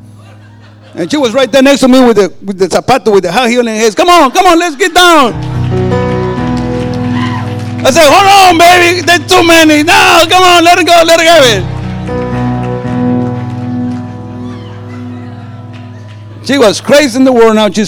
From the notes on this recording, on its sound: This is the tenth sermon preached at our Harvest Time Conference.